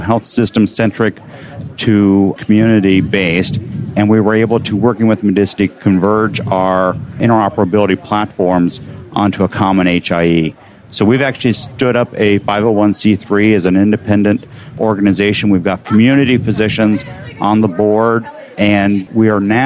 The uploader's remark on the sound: the episodes were broadcast live in CTGHS’s booth at the The HIMSS15 Annual Conference and Exhibition